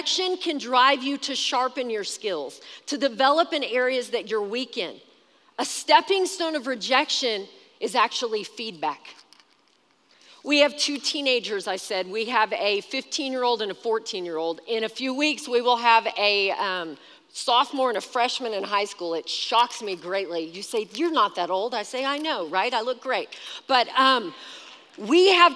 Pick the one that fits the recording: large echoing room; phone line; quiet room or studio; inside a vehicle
large echoing room